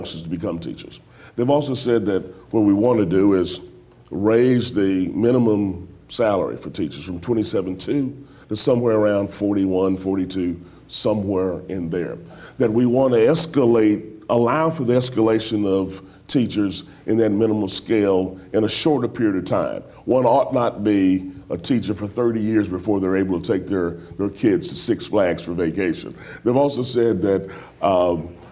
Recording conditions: live audience